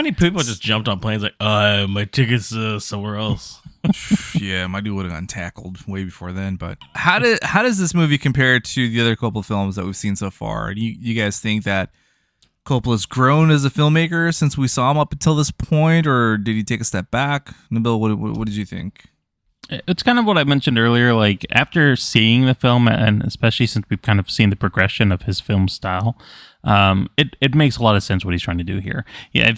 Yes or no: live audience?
no